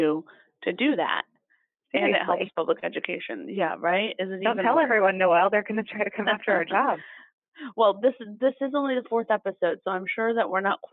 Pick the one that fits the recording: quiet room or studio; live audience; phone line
phone line